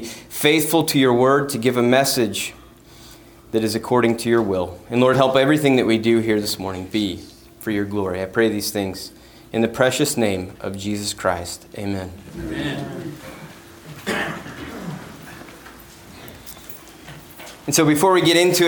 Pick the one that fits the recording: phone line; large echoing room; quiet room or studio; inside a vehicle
large echoing room